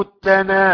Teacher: التناوش، همزة بدل واو مع المد المتصل، التناوش آية 52، وطبعا مع شعبة حمزة بن خلف وأبو عمرو.